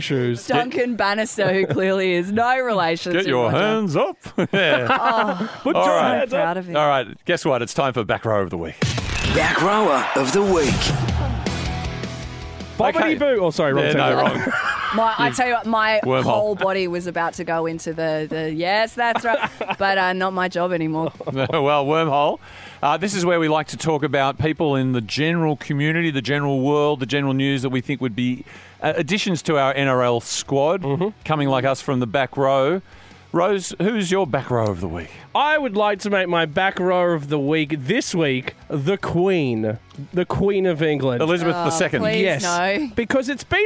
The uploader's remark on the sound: Calls in from the car on the way home from Leichhardt.